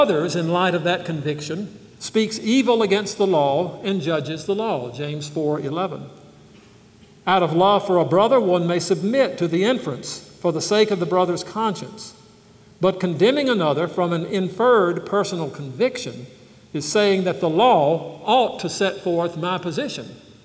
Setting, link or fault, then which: setting, live audience